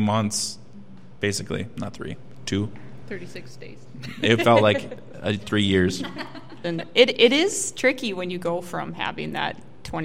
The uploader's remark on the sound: The recording from our live podcast event hosted by Thrivent for Giving Hearts Day. At this free event, members of our local community were able to order a coffee.